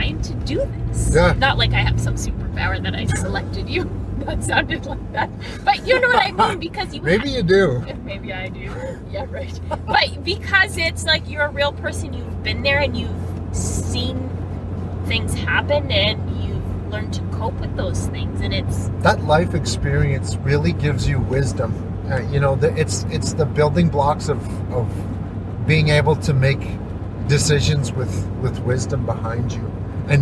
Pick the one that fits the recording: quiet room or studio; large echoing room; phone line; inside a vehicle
inside a vehicle